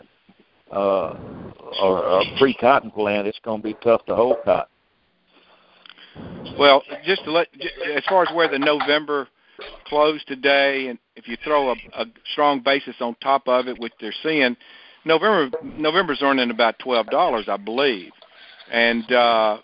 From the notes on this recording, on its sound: Monthly Conference Call On Cotton.